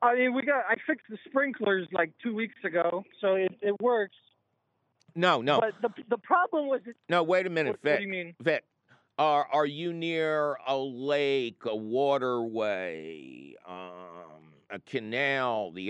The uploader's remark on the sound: your under hill phone calls